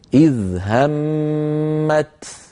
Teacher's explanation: إذ همت بتاء ساكنة شديدة مهموسة